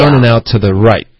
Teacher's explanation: 你可以想成一个四声，对，四声的声音，或者降调也可以